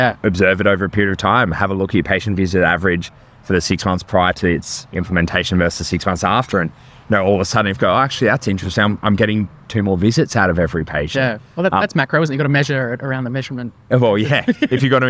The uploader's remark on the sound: Conversations from VALDCON 2023. Recorded at VALDCON 2023.